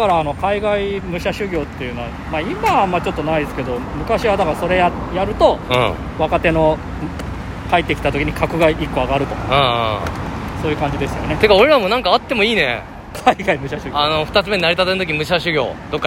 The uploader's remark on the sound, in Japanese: 歩き収録。From Radiotalk。